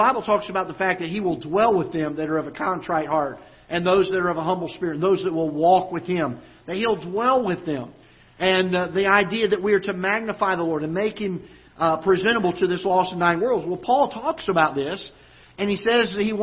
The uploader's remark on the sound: Ketha Heights Baptist Church ~ Live Broadcast